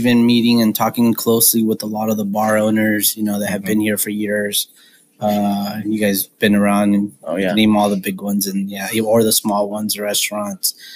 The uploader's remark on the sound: This episode was recorded during normal business hours in the Exhibition Room (speakeasy) for that authentic feel!